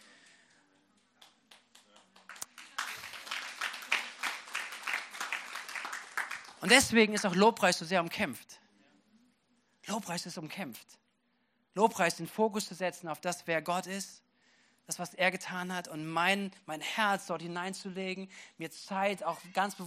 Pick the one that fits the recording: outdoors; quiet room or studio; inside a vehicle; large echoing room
large echoing room